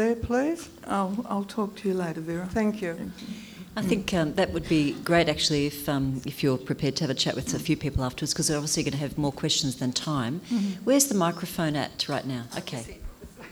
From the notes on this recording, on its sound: This session was recorded at the 2018 Newcastle Writers Festival as part of the University of Newcastle's free NEW Thinking series.